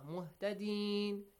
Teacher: وَمَا كَانُوا مُهْتَدِينَ كَانُوا مُهْتَدِينَ مُهْتَدِينَ You stop here. The long mad or the natural mad will be changed to مَدُّ الْعَارِضِ لِلسُّكُونَ أحسن yes. You stretch it more like four counts.